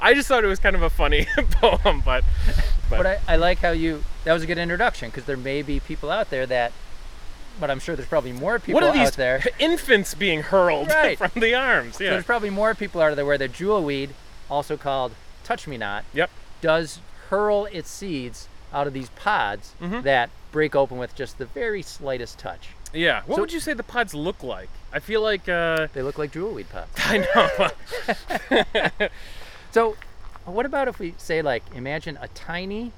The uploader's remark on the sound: This episode was recorded on September 26, 2021 at Birdsong Park in Orchard Park, NY